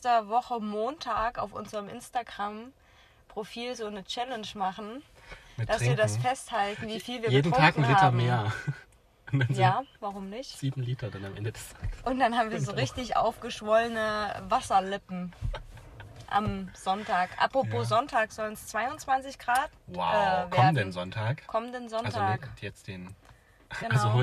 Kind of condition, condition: setting, inside a vehicle